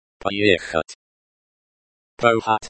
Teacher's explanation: the stress is on the first syllable